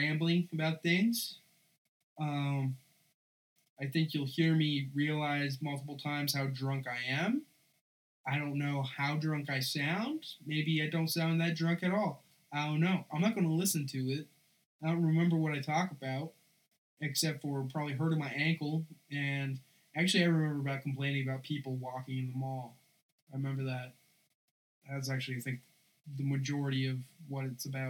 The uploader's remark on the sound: An episode featuring the worst sound quality possible. I also added a 20-30 minute recording of me drunkenly rambling about Christmas shopping and other things that I never planned on releasing.